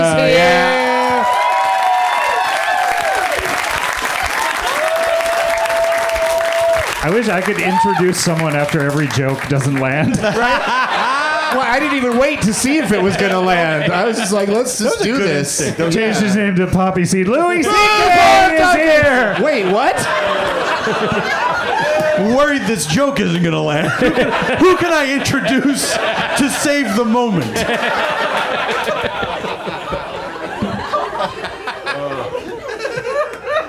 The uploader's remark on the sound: Back home at the UCB Franklin.